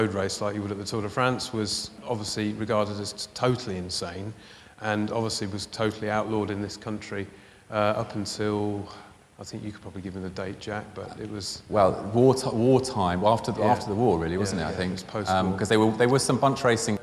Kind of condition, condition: setting, busy venue